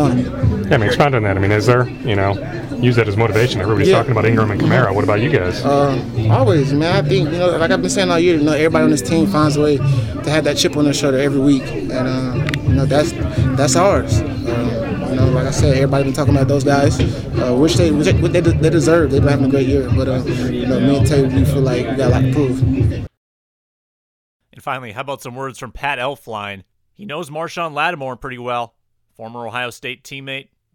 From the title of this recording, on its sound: Locker Room Sound From Winter Park